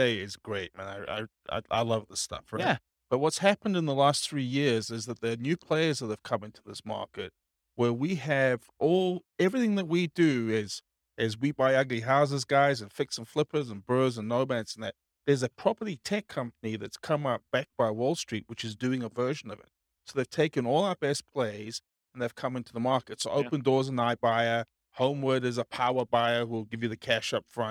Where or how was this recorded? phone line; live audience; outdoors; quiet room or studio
live audience